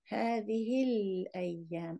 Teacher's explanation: هذه سوري هل هذه الأيام So if you don't pause between these two words, which usually you don't pause between هذا and the next word, the alif of L is not pronounced. You go straight from هذه to the lam.